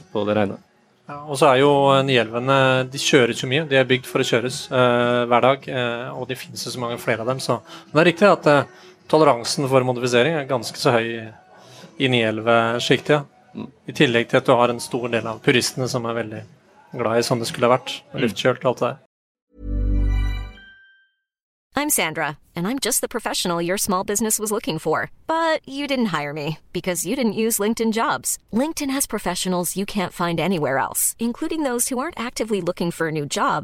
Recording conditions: busy venue